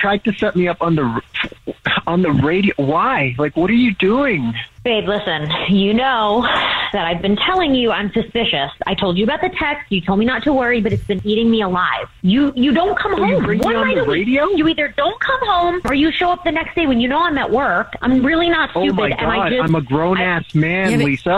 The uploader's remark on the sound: There is a girl on the phone who thinks her boyfriend is cheating. There is a woman on the phone.